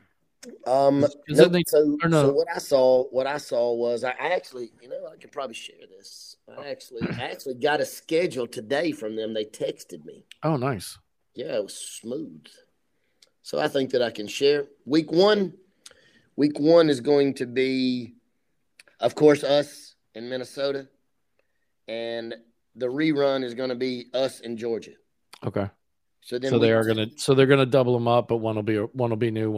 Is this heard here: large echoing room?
no